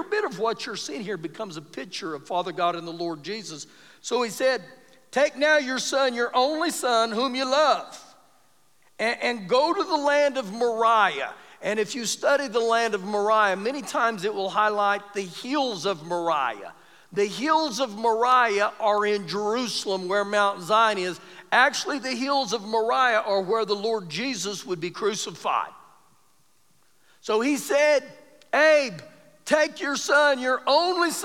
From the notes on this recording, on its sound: Recorded live during our Wednesday night service